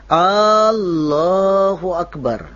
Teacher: dia memanjangkan hamsanya pada kata Allah